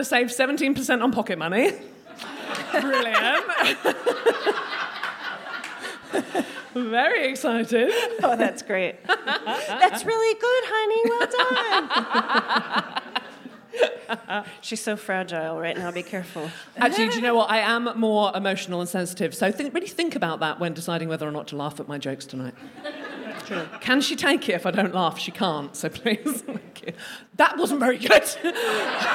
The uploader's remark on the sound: DWSC LIVE. Recorded at the DWSC London residency. We hear from a member of the audience.